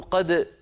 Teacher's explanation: العرب تقول قد وتظهر الدال وتقلقلها